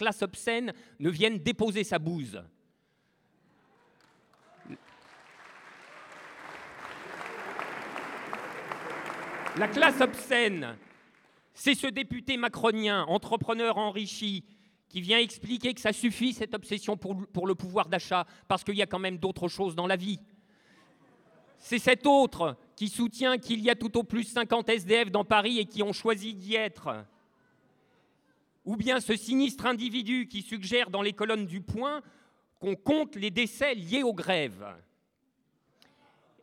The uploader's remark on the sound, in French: Radio Parleur était en direct depuis la Bourse du Travail à Paris. Organisée par le journal Fakir.